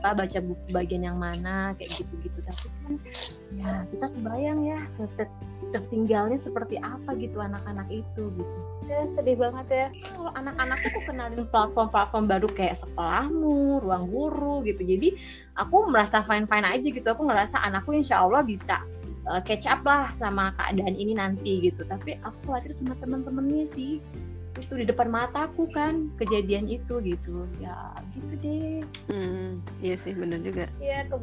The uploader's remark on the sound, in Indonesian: Masih rekaman jarak jauh, tapi kali ini, mereka kedatangan tamu dari jauh.